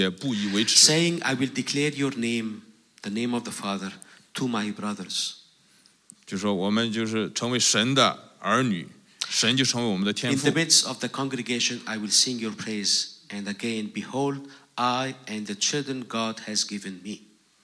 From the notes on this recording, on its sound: This message was preached in a special meeting where four different congregations, which are using the same building, were gathered together.